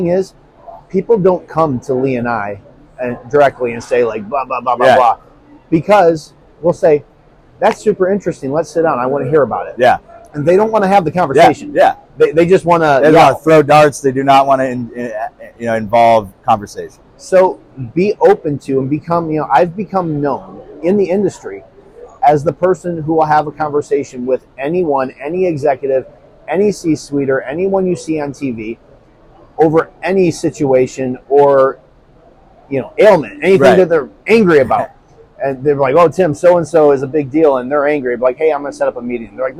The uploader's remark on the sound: Live from GSX 2023. Outside of the show floor on Day 3 at GSX.